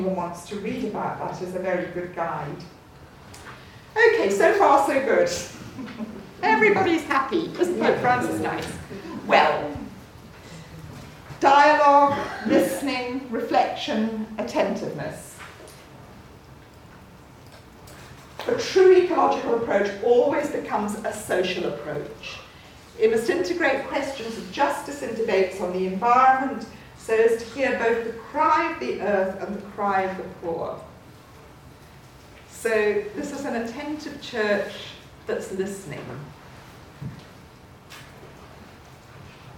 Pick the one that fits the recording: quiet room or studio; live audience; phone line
live audience